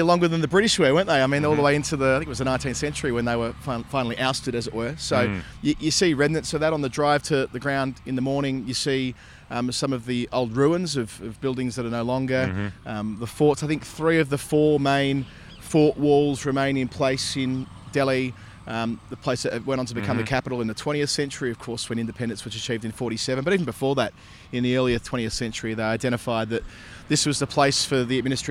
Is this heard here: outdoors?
yes